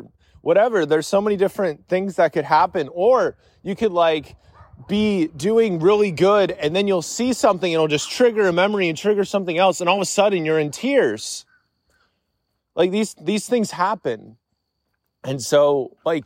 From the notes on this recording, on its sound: I panicked and immediately went on a walk to record this episode to sort of make it better.